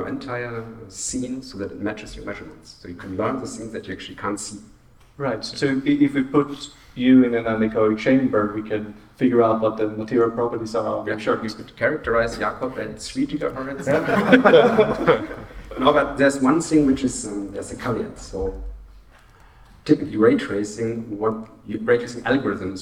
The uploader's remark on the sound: Live Podcast. A live recording from the Wireless Future Symposium. A panel of experts answered questions that we received on social media.